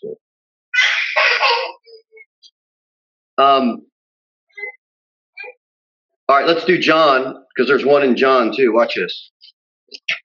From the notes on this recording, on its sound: Sermon delivered at Pilgrim Baptist Church on Sunday, March 14, 2021, at 6:15 pm. Jere Whitson Rd.